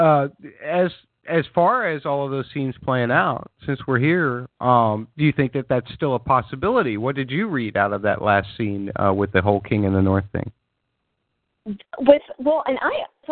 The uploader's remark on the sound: Fan Call In Show